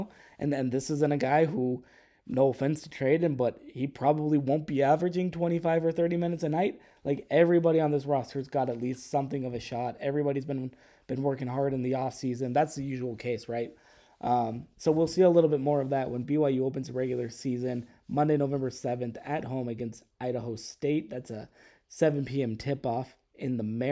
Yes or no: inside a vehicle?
no